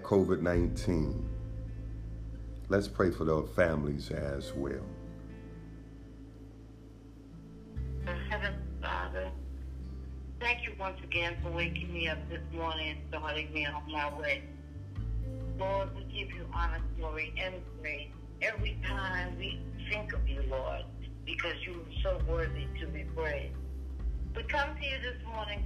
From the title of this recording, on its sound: Conference Call